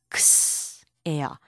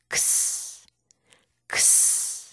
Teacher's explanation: 그래서 단어의 끝에 올 때 X의 소리는 X예요. 마치 K의 소리와 S의 소리가 붙어서 나는 것처럼